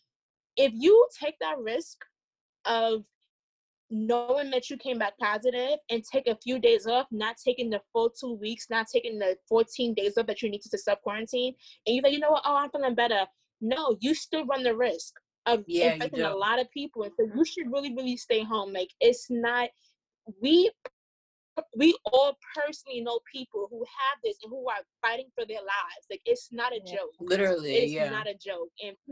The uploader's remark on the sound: Quarantine Edition. Please forgive us for the sound it was our first time using zoom to record!!!